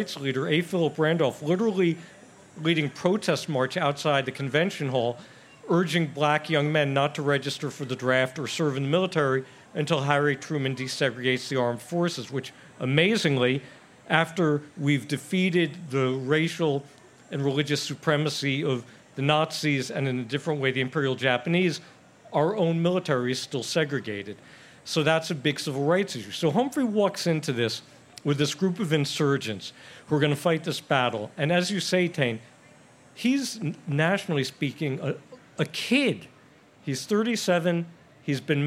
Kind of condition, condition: setting, live audience